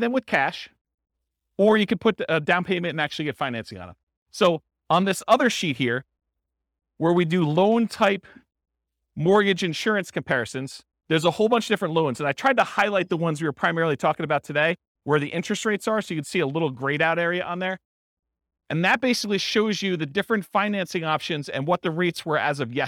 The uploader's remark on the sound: This was a live class recorded